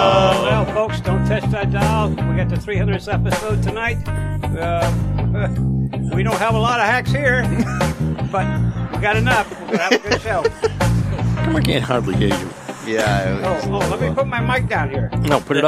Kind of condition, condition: setting, outdoors